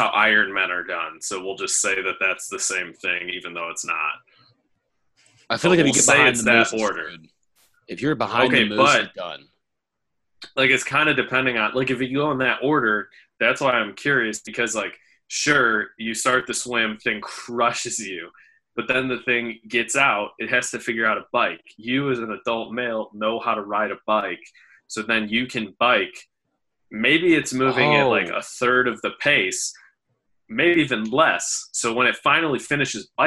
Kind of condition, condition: link, video call